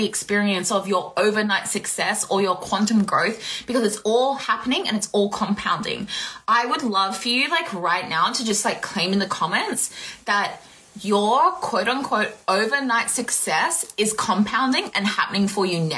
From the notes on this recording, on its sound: an impromptu instagram live